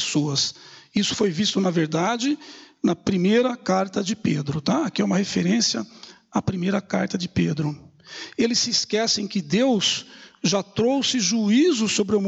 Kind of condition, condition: setting, large echoing room